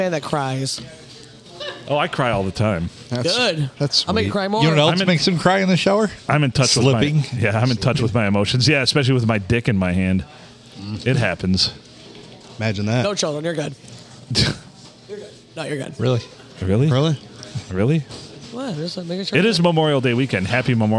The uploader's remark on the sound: Recorded on a Sunday night with a full crew at a busy bar, thanks to the Blue for having us!